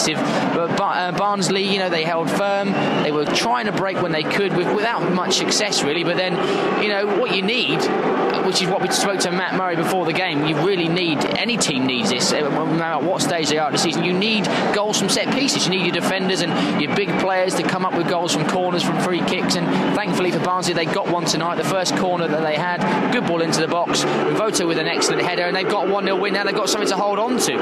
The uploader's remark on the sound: Live from The Valley. The boys also speak to Barnsley fans outside.